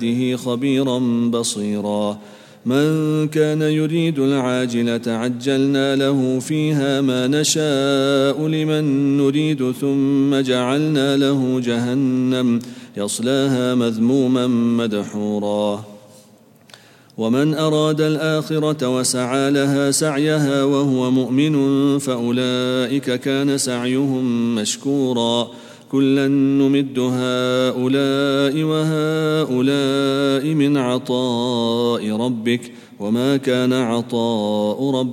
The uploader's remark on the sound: at the Houghton Masjid (West Street)